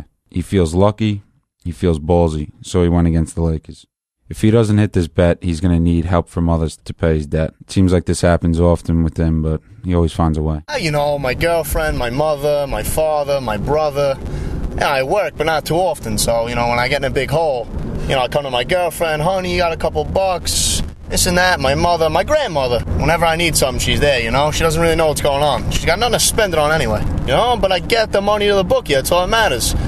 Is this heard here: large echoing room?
no